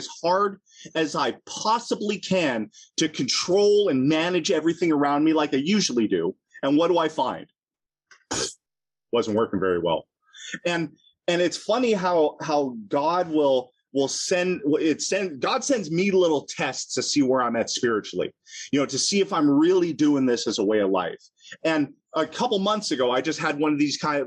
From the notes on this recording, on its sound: At the Broken Elevator Zoom Meeting held in June of 2022.